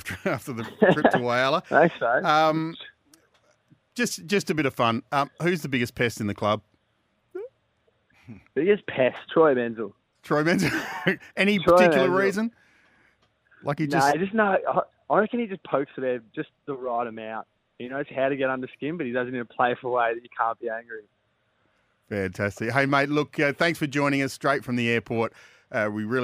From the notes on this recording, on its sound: Jumped on the phone after the clubs round 2 victory over the Redlegs.